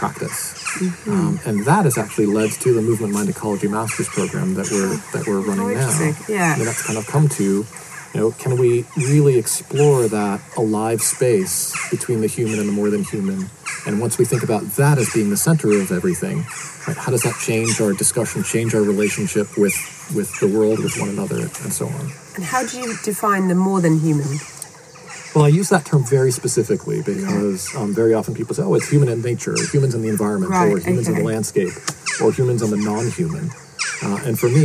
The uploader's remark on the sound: Couldn't resist getting back out there to interview in person. Listen out for some ambient birds and insects as we record among the beautiful Dartington Hall estate.